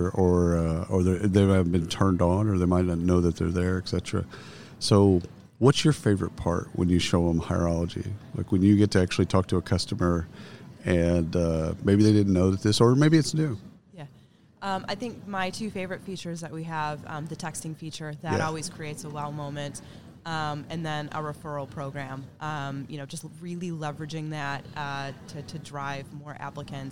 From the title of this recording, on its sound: Live from SHRM 2022